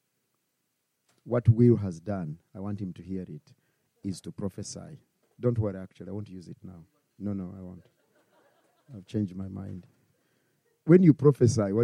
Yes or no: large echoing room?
yes